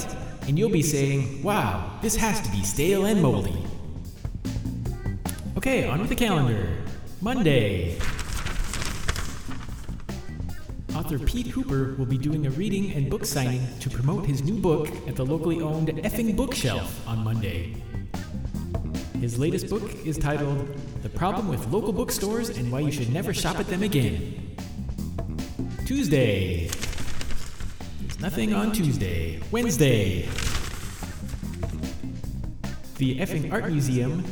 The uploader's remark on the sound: In front of a live audience.